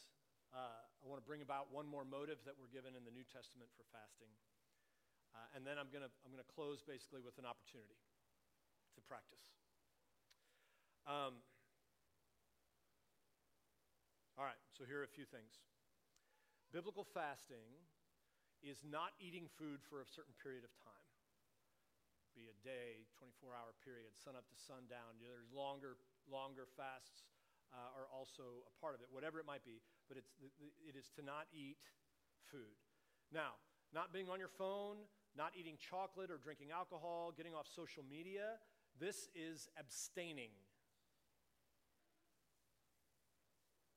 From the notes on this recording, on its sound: Please excuse the quiet volume of the recording. We were experiencing technical difficulties.